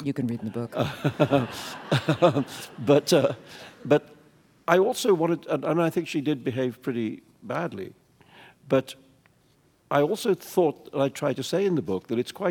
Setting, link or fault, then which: setting, live audience